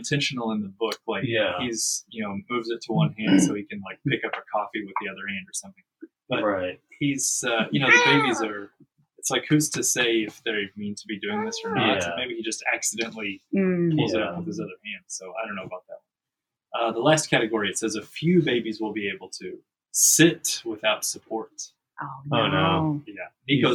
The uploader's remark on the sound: Please forgive any sound issues with this episode. We were al sitting around one mic, which made editing very difficult.